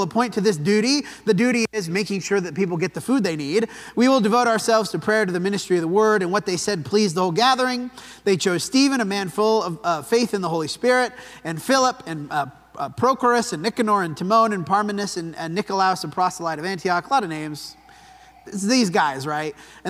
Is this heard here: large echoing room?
yes